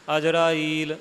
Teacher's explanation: ਅਜਰਾ ਅਤੇ ਈਲ ਦੇ ਵਿੱਚ ਥੋੜ੍ਹਾ ਜਿਹਾ ਸੰਬੰਧ ਕਰਕੇ ਸੰਬੰਧਕ ਪਾਠ ਅਜਰਾਈਲ